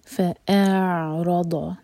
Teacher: حمزہ کو پہلے پورا ایک حرکہ کھینچ لیں اس کے بعد عین ٹچ کریں گے. حمزہ اور عین مکس اپ نہ ہو اور عین ساکن پر تھوڑا سا ٹائم دیں تاکہ جھٹکا نہ ہو.